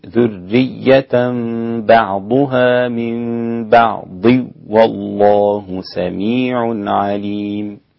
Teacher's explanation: إذا وصلت إذن ستسقط الغنة لخلف